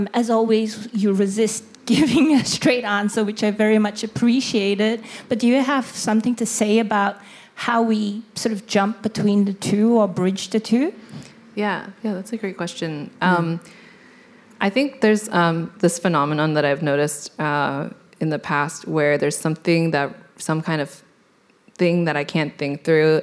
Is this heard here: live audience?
yes